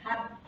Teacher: E esse har, ele tem um R no final, é H-A-R, har. E ele tem um R no final, que encosta a ponta da língua no céu da boca.